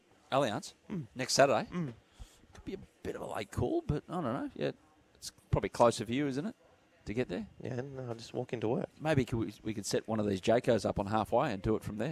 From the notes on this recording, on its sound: live from the Jayco tent at Hawkesbury Lifestyle & Leisure show